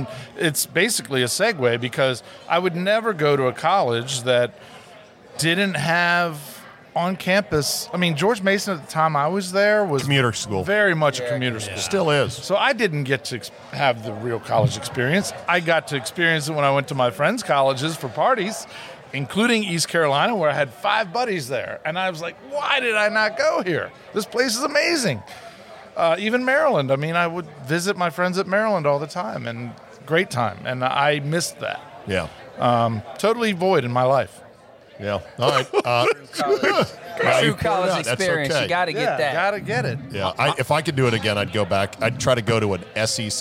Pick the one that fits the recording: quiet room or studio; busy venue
busy venue